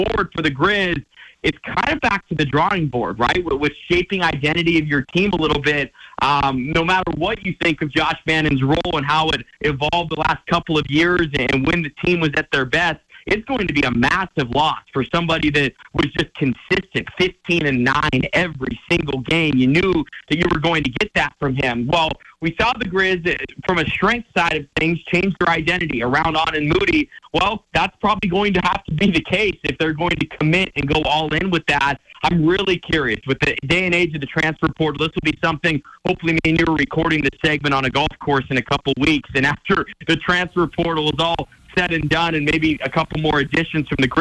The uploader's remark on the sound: hops on the phone